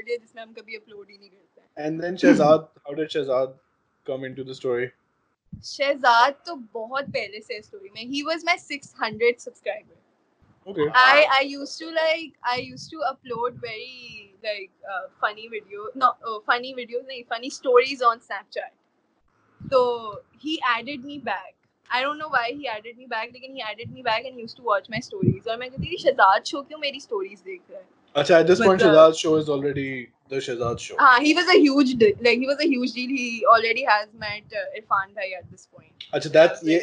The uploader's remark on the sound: Skype really did a number on us in this so the video has half-decent image quality but poor video quality, and the audio isn't great either.